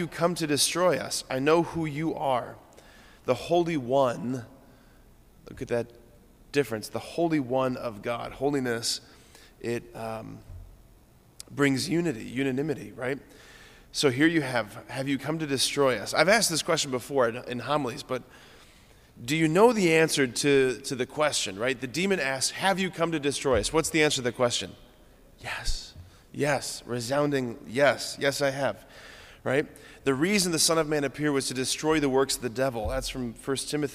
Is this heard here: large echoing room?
yes